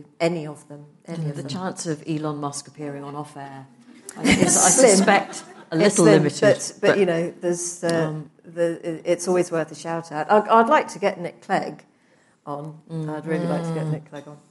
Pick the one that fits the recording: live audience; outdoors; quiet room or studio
live audience